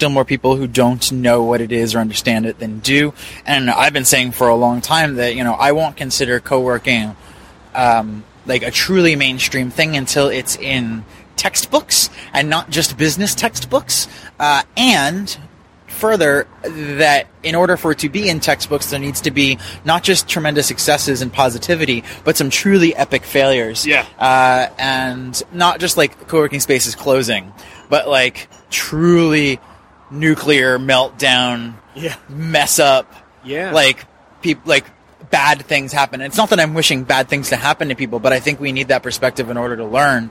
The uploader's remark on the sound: Live from the Coworking Europe Conference. Recorded live at the Coworking Europe conference which we attended in beautiful Lisbon, Portugal.